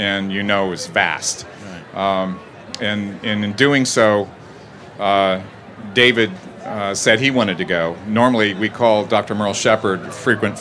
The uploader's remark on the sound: This is the first of two panels at the Charleston Wine + Food about the history and current state of South Carolina’s foodways.